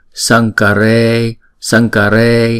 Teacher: Chữ cờ này chúng ta đọc bằng cổ họng của chúng ta. Phần guttural thì chúng ta sẽ chuyển chữ anuswara này thành chữ ngờ để chúng ta đọc. Sankare, sankare, chữ e là diphthong, chúng ta sẽ đọc hai nhịp.